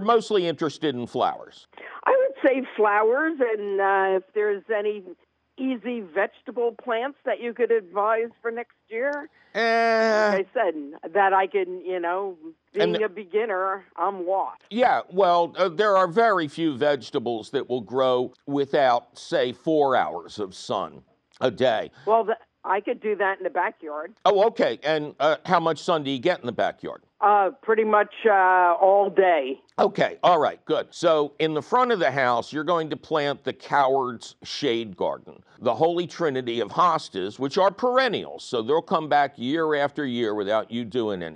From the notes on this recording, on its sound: Your fabulous phone calls!